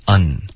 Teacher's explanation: 别用后鼻音，要顶舌尖